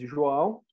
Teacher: we have a nasal sound on the A that's only in Portuguese, so it's hard to say if we are not speaking <laughs> Portuguese.